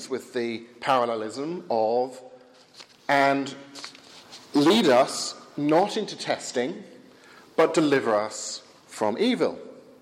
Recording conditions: large echoing room